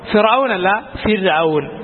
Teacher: സുക്കൂൻ ചെയ്ത റായിനെ മുമ്പുള്ള അക്ഷരത്തിന് കെസർ ആണെങ്കിൽ തർക്കീഖ് ചെയ്ത് ഉച്ചരിക്കണം